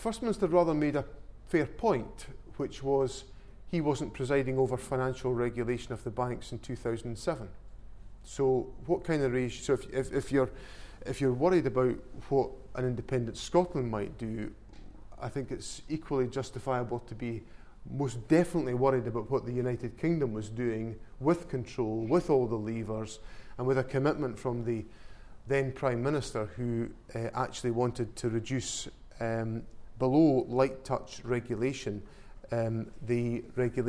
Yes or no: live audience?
yes